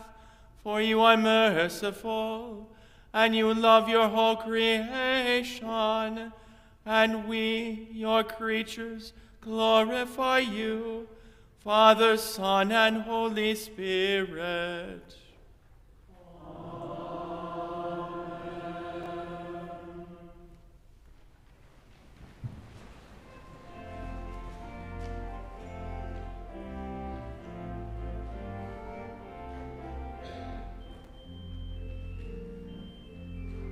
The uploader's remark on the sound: Christmas Eve Divine Service